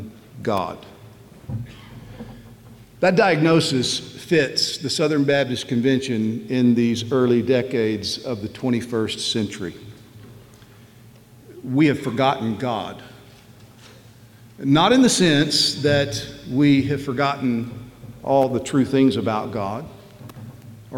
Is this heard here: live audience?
yes